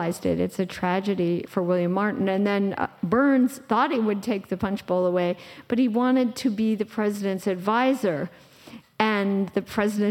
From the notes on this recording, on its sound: live podcast recording at the 2023 Smead Investor Oasis